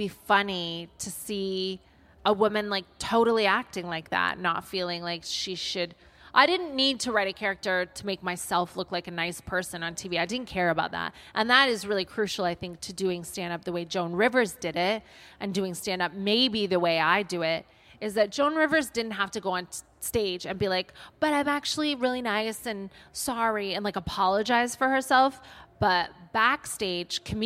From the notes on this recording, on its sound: Live at Latitude. Recorded in front of a live audience at Latitude festival.